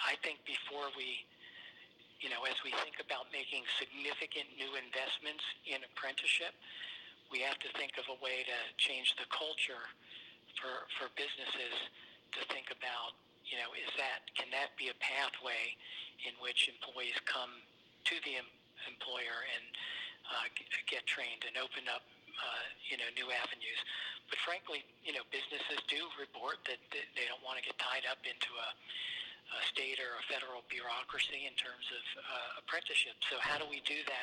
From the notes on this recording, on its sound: spoke on the phone